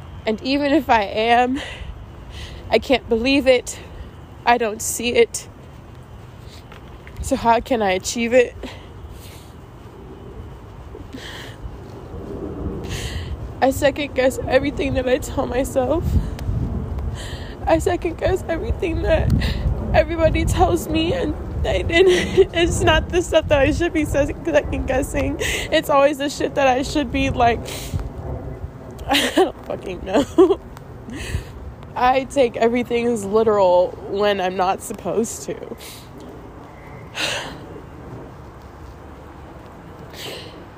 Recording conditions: background noise